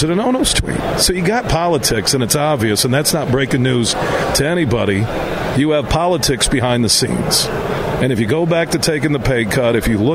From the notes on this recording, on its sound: Today, we're broadcasting live from the Ultimate Fishing Show Detroit which runs through Sunday at the Suburban Collection Showplace in Novi.